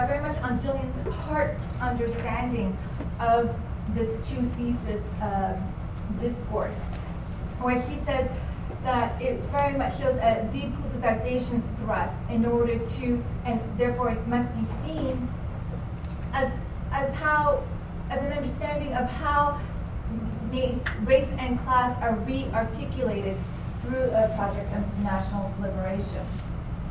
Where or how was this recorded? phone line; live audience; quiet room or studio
live audience